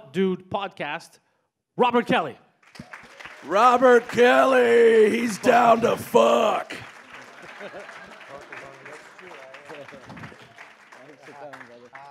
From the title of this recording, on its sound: Live at JFL